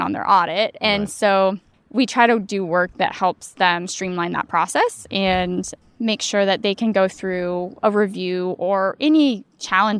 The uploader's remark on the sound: Recorded this episode at the California School Nutrition Conference in Palm Springs. Our initial plan was to be very southern California and record it poolside, but the background music was a bit much, so we just found a quiet spot outside the convention center and had a great talk.